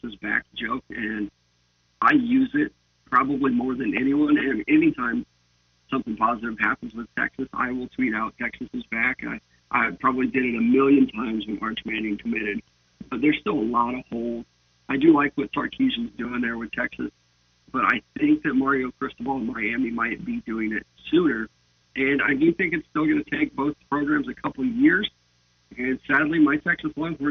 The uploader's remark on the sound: Legendary station callers, call